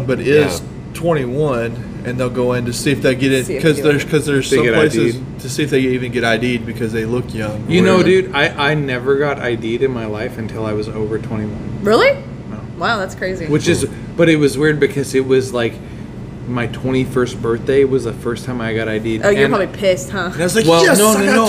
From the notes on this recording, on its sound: This week we are LIVE from Gusano's Pizza